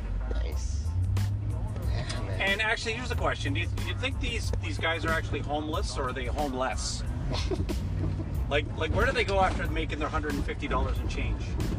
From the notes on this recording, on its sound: Funny interview while driving through Young Street.